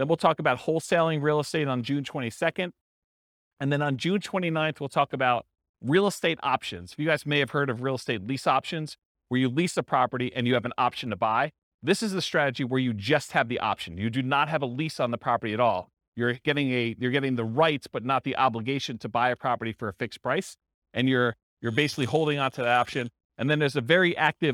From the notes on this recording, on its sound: This was a live class recorded